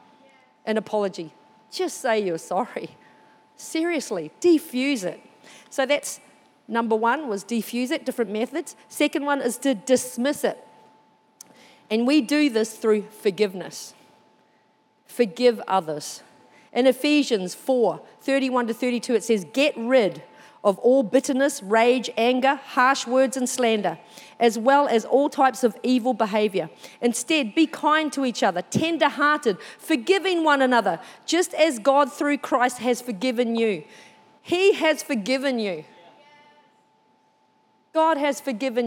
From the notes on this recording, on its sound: This was recorded during our 9am service.